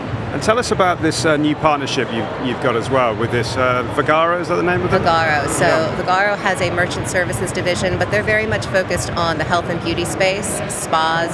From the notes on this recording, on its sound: The second of four episodes recorded at Money20/20 USA. The event took place at The Venetian, Las Vegas. We recorded a series of interviews from the Instnt's booth with a number of the speakers and attendees at the event.